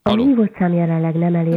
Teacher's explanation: De kicsit ilyen nazális, ilyen orrhangon mondja.